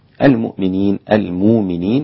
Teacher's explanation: بإبدال الهمزة واوا، الإمام ورش والسوسي عن أبي عمرو